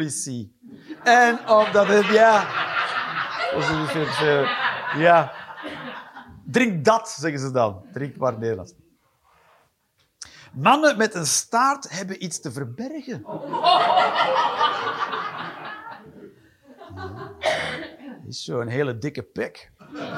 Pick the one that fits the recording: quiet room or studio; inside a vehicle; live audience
live audience